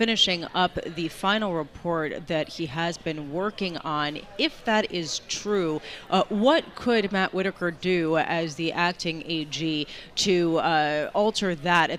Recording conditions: busy venue